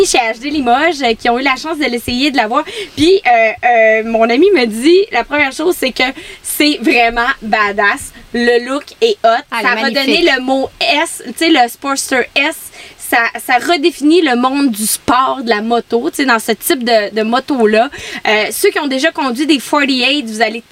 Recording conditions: outdoors